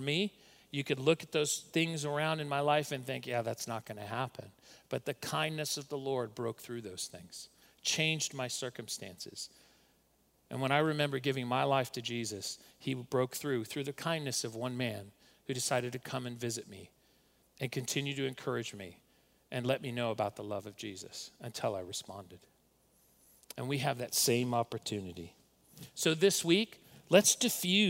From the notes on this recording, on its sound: recorded at Northlands Church on April 5, 2020